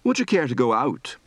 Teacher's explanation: A particular phenomenon in the Irish intonation of yes or no questions is the falling tone at the end.